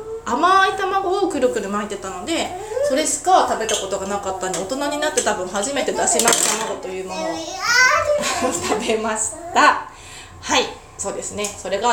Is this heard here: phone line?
no